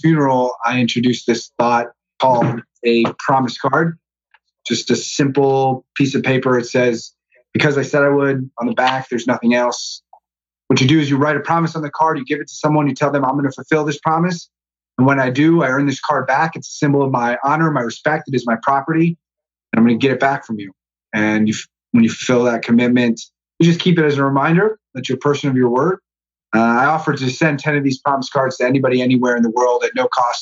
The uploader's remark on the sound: We recorded this conversation as part of our monthly ONE Thing webinar series.